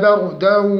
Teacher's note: الراء مفخمة لأنها مسبوقة بفتح